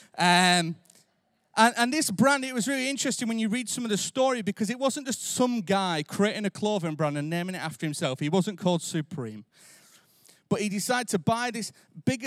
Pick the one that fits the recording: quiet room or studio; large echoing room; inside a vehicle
large echoing room